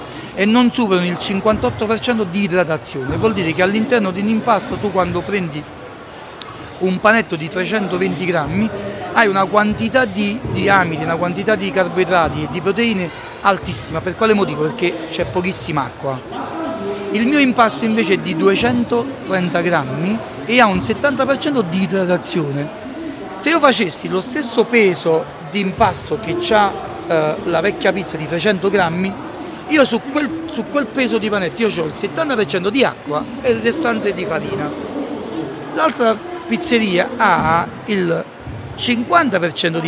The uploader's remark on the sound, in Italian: Registrata live dalla Città della Pizza di Roma. Samson Q2U. Microfono ospiti: Maranz MPM-1000. Registratore portatile: Zoom H1n. Mixer: Zoom Podtrack P4.